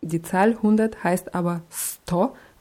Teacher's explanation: weil die Kombination von S und T von dem deutschen Publikum gerne als Sch ausgesprochen wird